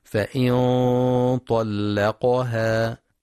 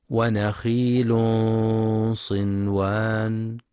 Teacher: فإن طلقها، نون ساكنة بعدها طاء، إخفاء حقيقي بغنة مفخمة